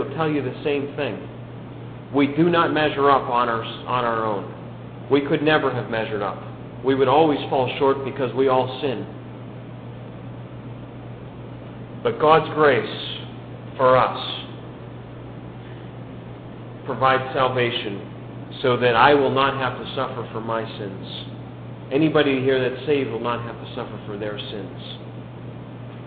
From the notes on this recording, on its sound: a good news message given at the Brookfield Gospel Hall in Brookfield, CT in 2005